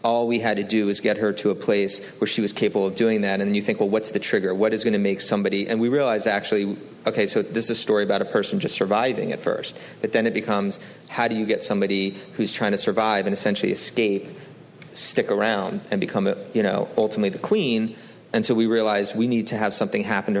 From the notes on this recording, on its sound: Recorded at ATX Television Festival on June 10, 2016.